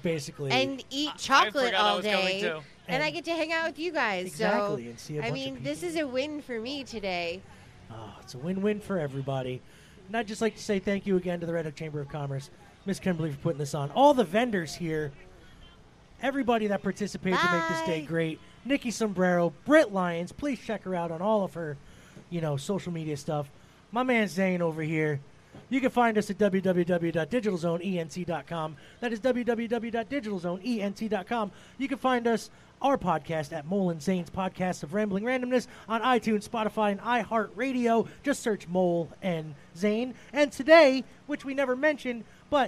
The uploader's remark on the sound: live from Red Hook And The Chocolate Festival